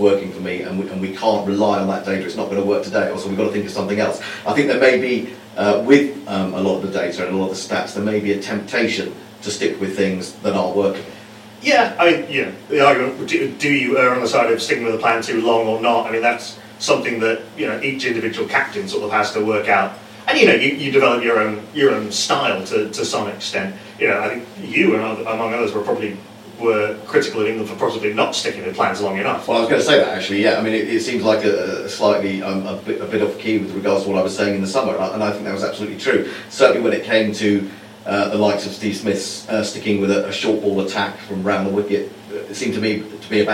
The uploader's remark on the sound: Live from the echo chamber! Literally - sorry for the less than optimal sound quality.